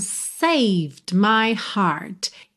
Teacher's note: Esse D some, então é como se você pronunciasse o save mesmo. O E final não é pronunciado, do V você já vai para o M de my.